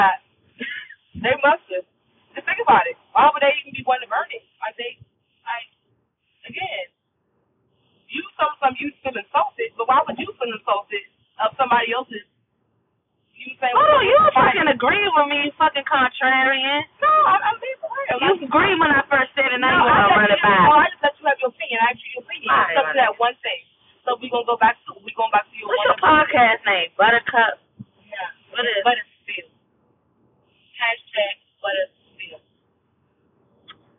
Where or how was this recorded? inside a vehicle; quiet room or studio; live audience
inside a vehicle